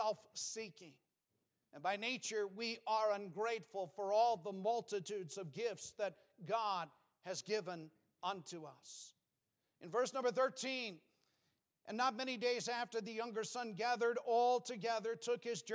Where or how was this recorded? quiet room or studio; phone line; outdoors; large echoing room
large echoing room